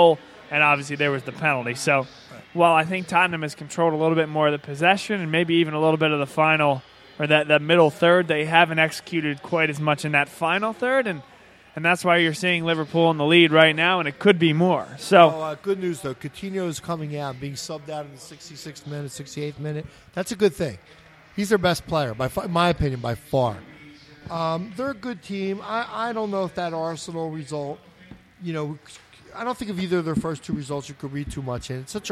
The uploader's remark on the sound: Vuvu Soccer is live from Villa Capri in Doylestown!